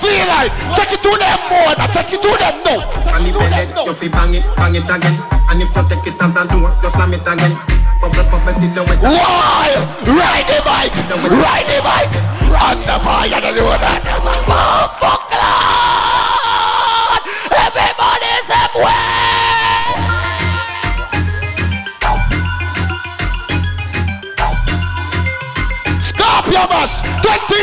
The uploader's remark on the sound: AT THE SCORPIO BASH DAY PARTY 2018